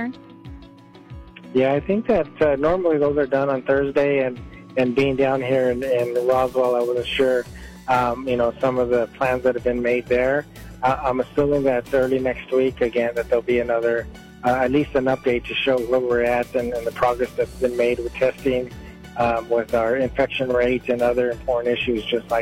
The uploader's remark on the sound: called into the Bravo Mic studios